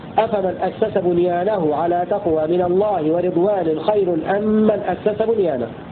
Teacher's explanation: وقرأ الباقون بفتح الهمزة والسين في الفعلين على البناء للفاعل ونصب بنيانه بعدهما على أنه مفعول به.